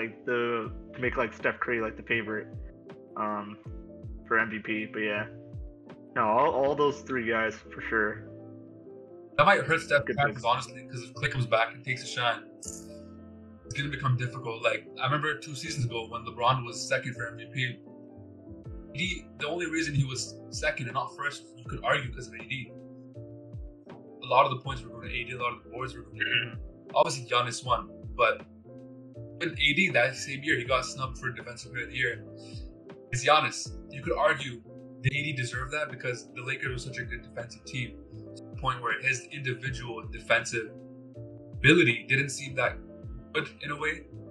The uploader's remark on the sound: We also apologize for the poor sound quality